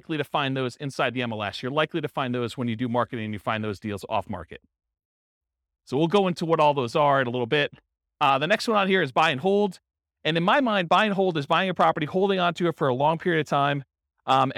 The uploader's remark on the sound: This was a live class recorded.